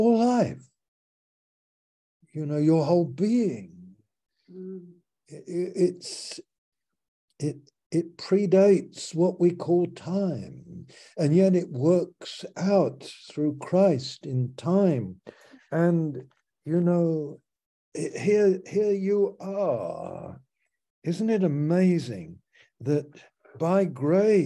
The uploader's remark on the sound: Malaysia Meets (Zoom)